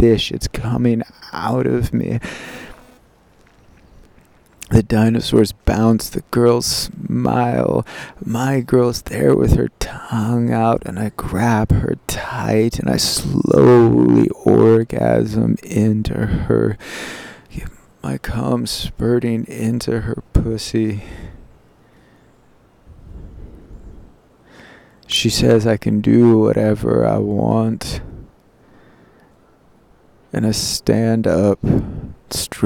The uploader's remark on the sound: Diary recorded in a secret garden behind Shakespeare’s Globe Theatre.